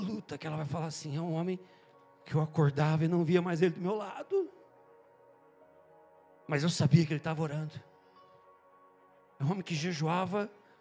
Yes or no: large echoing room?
yes